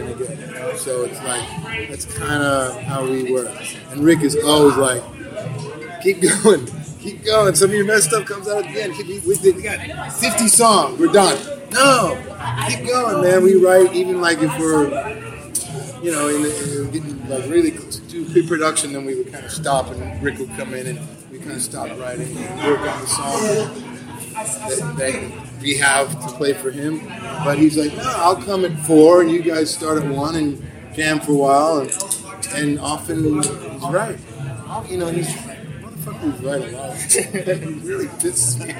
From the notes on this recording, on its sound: backstage at Firefly Music Festival